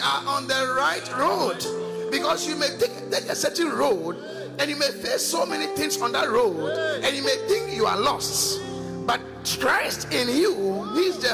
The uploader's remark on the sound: Preached at The Qodesh